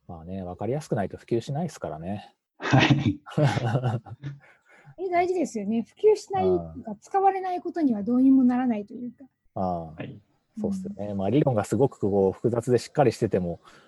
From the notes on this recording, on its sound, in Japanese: 久々収録で初リモート収録